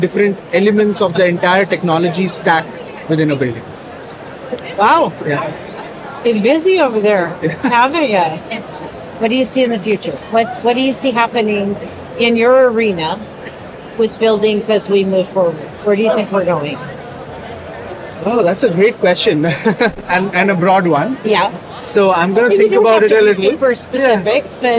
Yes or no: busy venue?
yes